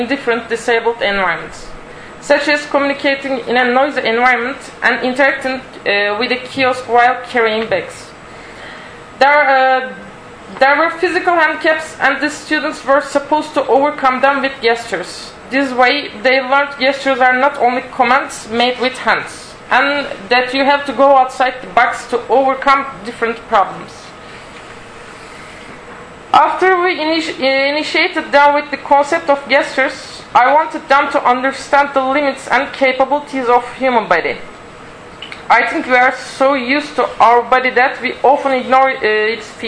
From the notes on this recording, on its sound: Audio from the Design Research Thinking Symposium [DTRS 2012] held at Northumbria University